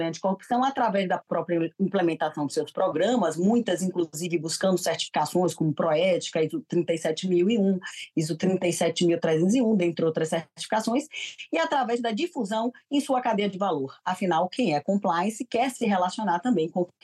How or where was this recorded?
video call